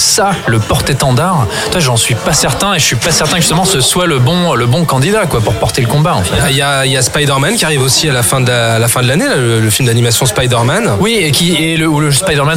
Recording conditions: busy venue